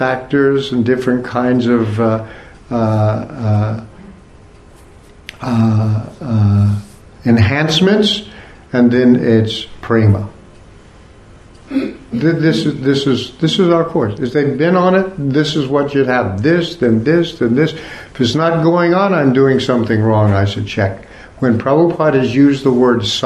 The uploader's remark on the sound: Part of the Bhakti Legacy Conference held at the ISKCON temple in Korsnas Gard, Sweden.